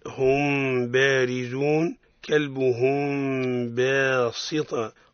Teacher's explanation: تخفى الميم الساكنة عند الباء فقط · Term: الإخفاء مع الغنة